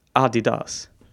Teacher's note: The emphasis should be in the first syllable, and the last syllable should be stretched out.